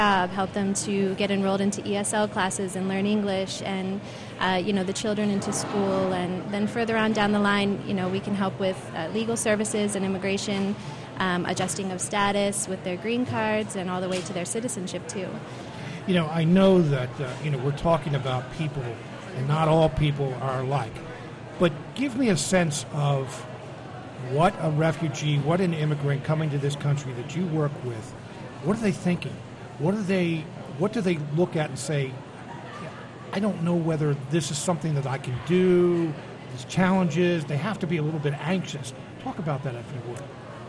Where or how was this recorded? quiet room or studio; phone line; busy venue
busy venue